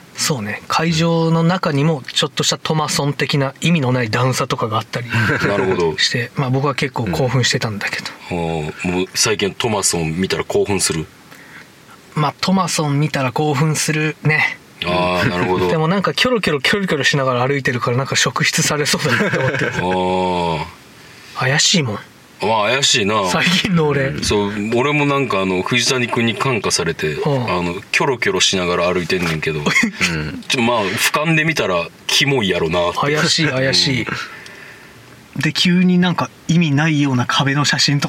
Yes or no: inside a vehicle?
yes